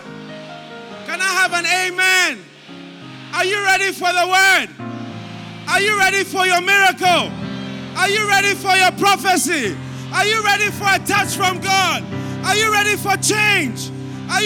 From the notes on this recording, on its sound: Preached At The First Love Centre, Accra